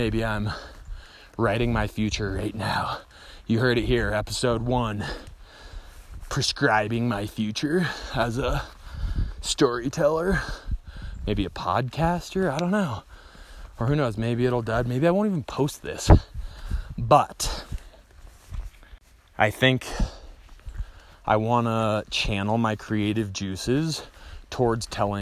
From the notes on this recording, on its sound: No script, just speaking to what is alive, while walking and talking, into the voice memo app on my trusty ole iPhone 6.